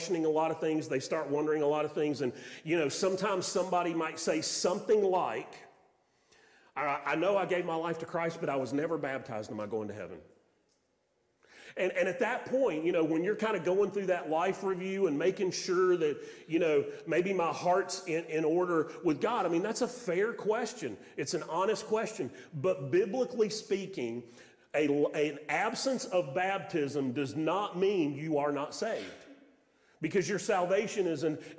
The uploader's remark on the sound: Sermon audio from Mission Church in Locust, NC.